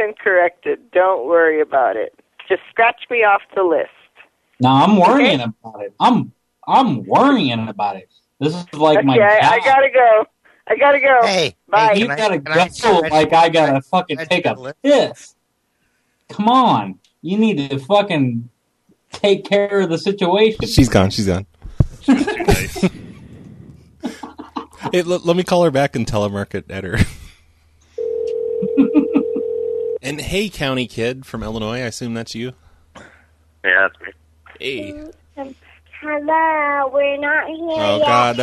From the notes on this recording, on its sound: Personal Prank Phone Calls Collection